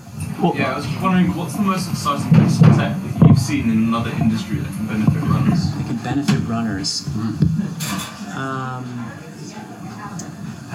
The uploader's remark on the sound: I’m excited to share a special live recording of the podcast. In front of a live audience last month in Boston. We recorded this episode at Tracksmith’s Trackhouse the day before this year’s Boston Marathon.